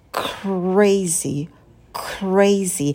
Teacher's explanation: Не забывайте на «к» добавлять придыхание.